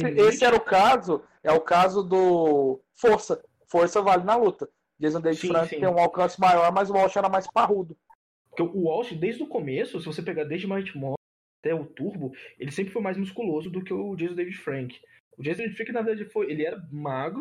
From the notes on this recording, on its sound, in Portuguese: A edição ta mais cagada que o normal? Esse programa foi editado mais uma vez via celular, na raça, durante a quarentena em que estamos e sem uma refinada no áudio.